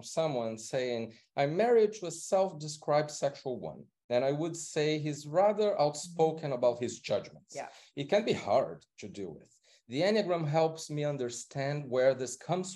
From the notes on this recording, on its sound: This episode is a sample recording from a LIVE webinar that is exclusively for CP Online members.